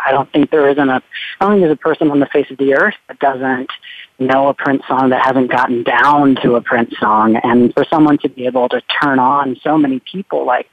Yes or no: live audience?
no